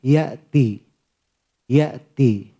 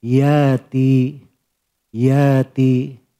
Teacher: Kalau harokatnya sebelum hamzah adalah fathah, maka hamzahnya berubah menjadi alif · Shown in: second take · Term: takfif